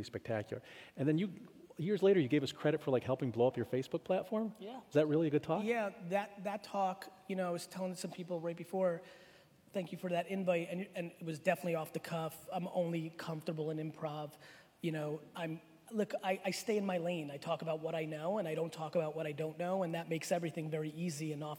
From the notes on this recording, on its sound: 2019 Keynote at USC. I was so excited and humbled that so many of the USC community came out to hear me speak.